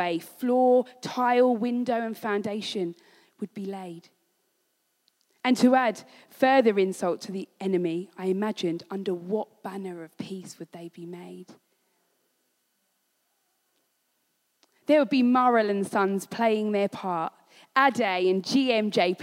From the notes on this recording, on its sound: This was recorded at Skylark Church on 28th July 2019.